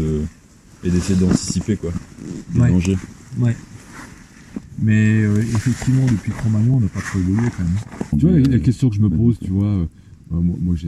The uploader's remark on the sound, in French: Un épisode enregistré dans les montagnes provençales. D'abord les miennes puis d'autres voix se joignent à la discussion. Le son a été optimisé au maximum mais il restera problématique pour certains auditeurs.